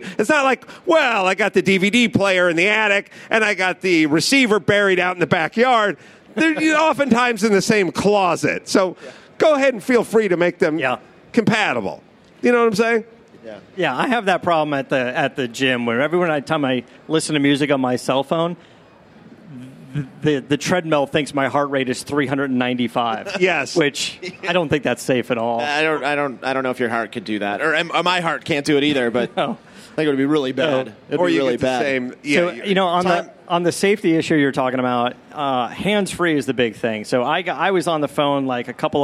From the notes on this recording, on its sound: A special CarCast live from the Ford booth Consumer Electronics Show in Las Vegas. Sit down in front of a pre-production 2015 Mustang.